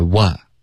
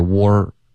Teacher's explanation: 这个 R 的音发成了 war, OK,所以这个嘴巴要张开，不要加儿化音